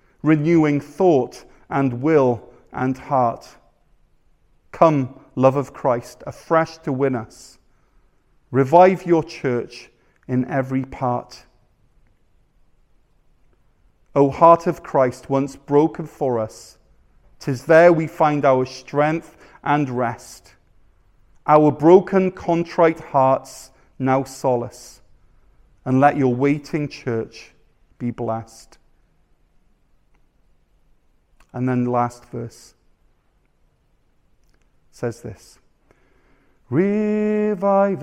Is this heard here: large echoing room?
yes